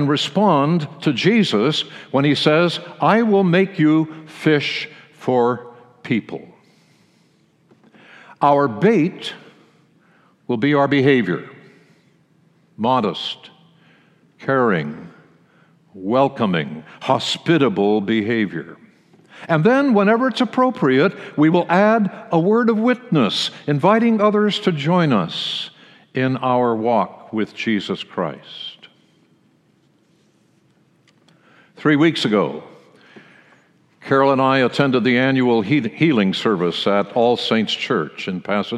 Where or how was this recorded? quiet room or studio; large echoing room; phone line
large echoing room